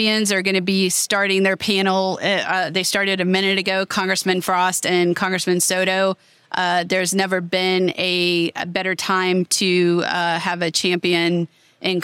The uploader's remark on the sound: This week, we give you Part 2 of our special CEO roundtable recorded live at APTA TRANSform Conference and EXPO.